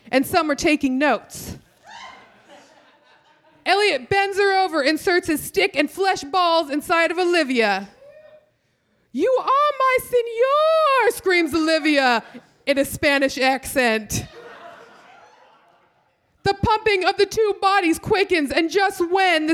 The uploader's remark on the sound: Recorded August 10, 2012 at the Brody Theater in Portland, OR.